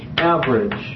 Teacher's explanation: The E in average, see, you barely pronounce the E in average, and that's the way the schwa is.